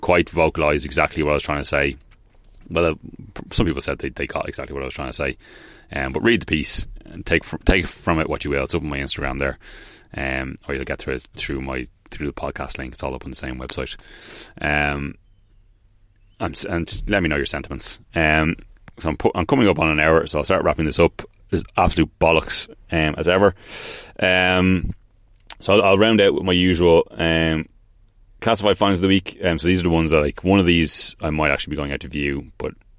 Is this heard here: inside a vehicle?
yes